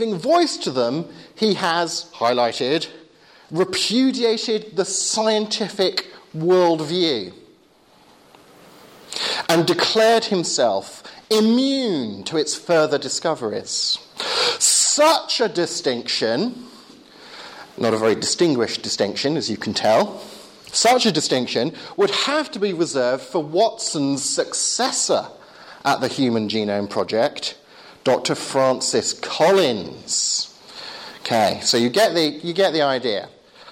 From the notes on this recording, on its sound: Talk with Q&A at Hesketh Bank Christian Centre, May 2011